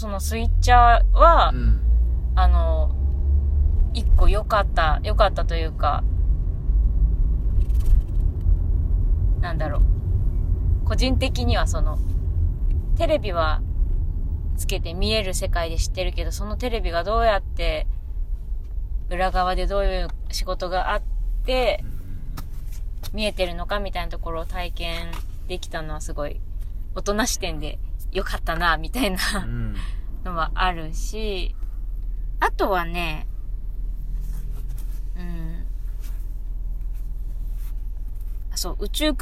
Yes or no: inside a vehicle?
yes